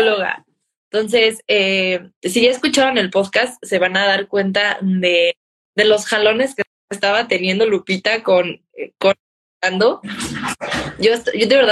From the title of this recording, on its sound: Instagram Live